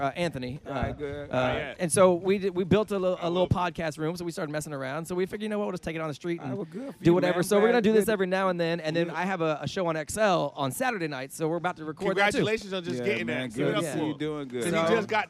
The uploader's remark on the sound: We took the show on the road and recorded at The Orlando Improv. Since we recorded at The Improv, tons of Orlando's best comedians dropped.